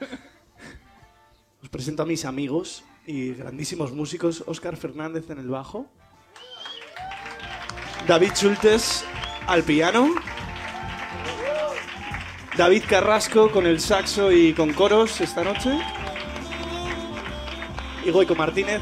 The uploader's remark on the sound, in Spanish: Atentos a la sorpresa que nos regala el público lunero a lo largo del concierto.